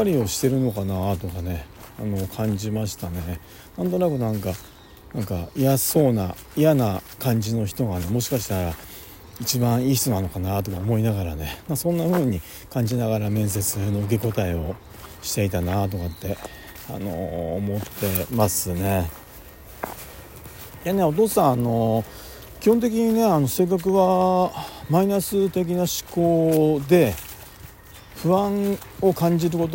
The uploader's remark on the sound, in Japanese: 仕事の帰り道に録音していこうと思います。